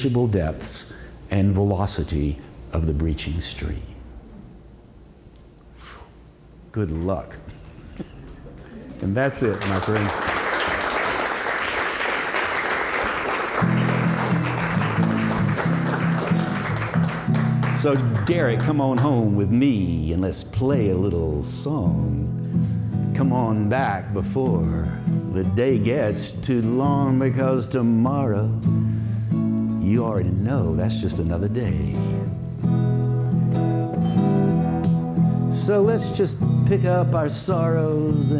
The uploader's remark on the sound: Live at The Story Parlor. In a unique, live-spoken word show. This event occurred at The Story Parlor, Asheville's intimate listening room.